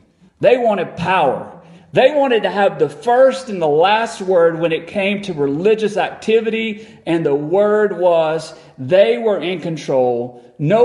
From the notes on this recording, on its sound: Recorded on December 7, 2022 at Friendship Baptist Church.